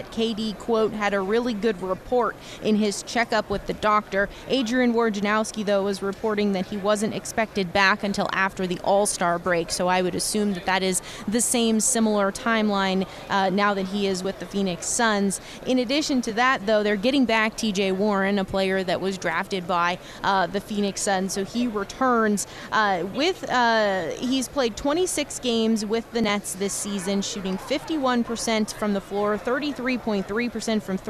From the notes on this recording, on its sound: Extra Point live from Super Bowl Radio Row.